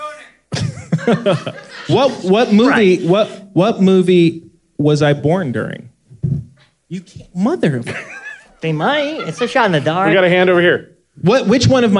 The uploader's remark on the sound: This episode was recorded before a live audience. At The Horton Grand Theatre in San Diego, CA.